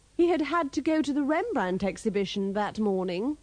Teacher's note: Be careful with the pronunciation of have and had in these sentences and dialogues. Pronounce the A with the sound of the A in hat, except in the first sentence, where the A of the first had is pronounced with a schwa.